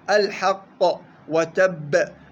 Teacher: الوقف على الحرف المشدد المقلقل، وذلك لأن الحرف المشدد المقلقل الموقوف عليه قلقلته في المرتبة الكبرى فهو قوي